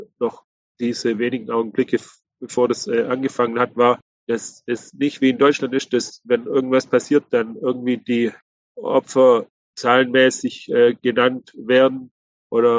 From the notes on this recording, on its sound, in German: Online-Gespräch. Live aus Israel.